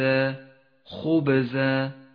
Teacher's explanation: تقلقل الباء لأنها جاءت ساكنة فهي ضعيفة في النطق تقويها صفة القلقلة